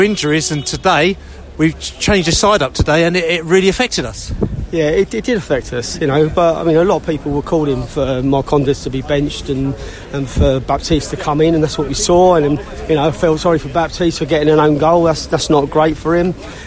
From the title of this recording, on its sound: post-match podcast in the snow